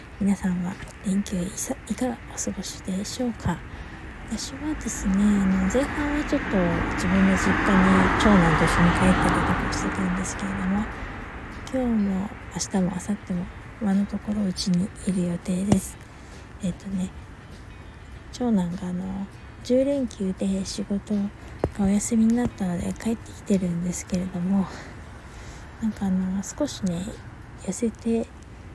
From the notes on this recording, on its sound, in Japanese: 152 閉店後のドラッグストア前にて。車の音などの雑音多めで聴きづらくてすみません。夜中に呟いてみました。Stand.fm。